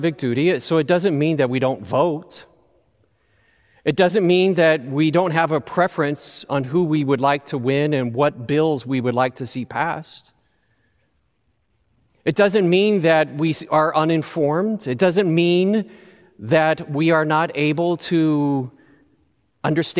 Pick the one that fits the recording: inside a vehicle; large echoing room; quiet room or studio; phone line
large echoing room